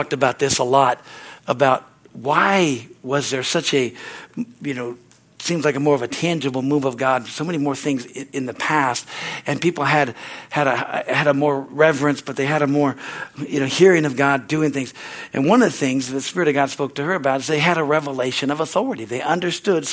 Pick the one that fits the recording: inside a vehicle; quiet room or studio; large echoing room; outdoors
large echoing room